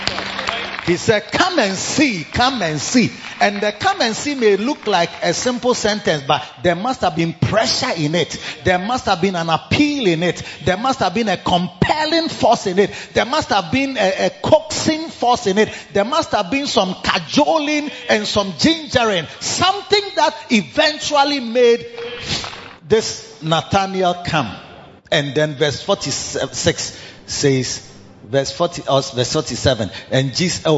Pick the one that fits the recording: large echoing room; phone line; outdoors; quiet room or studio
large echoing room